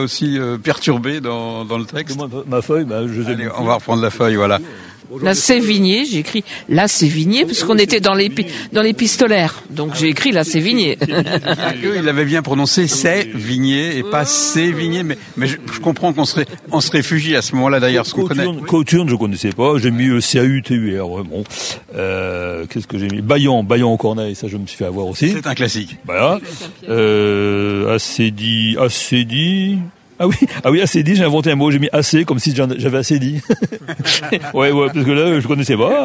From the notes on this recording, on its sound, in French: Sur les radios de la FRAMA en direct du salon du livre.